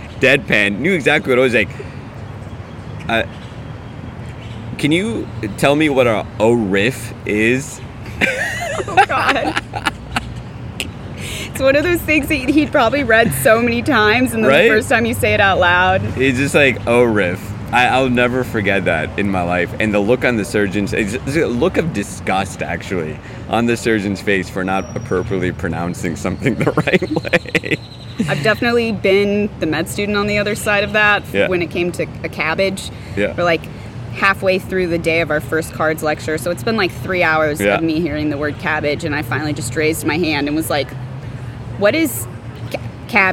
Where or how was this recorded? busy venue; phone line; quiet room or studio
busy venue